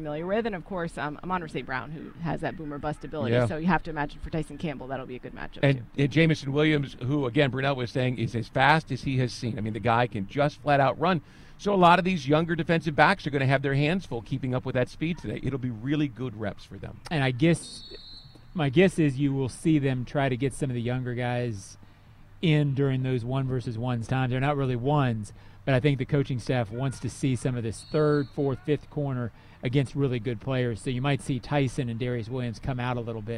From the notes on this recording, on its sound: Live From Joint Practice With the Lions. Take a LIVE look at joint practice with the Detroit Lions.